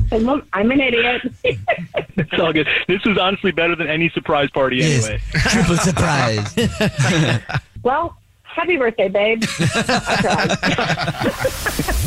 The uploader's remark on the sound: phone prank style